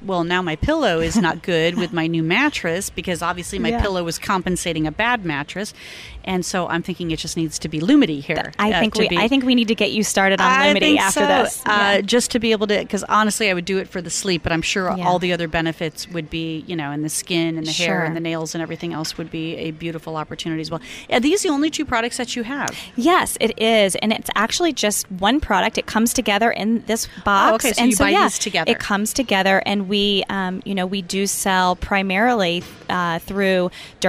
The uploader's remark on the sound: BEaUty Inside and Out was Live at Aesthetic Everything Show in Scottsdale, AZ.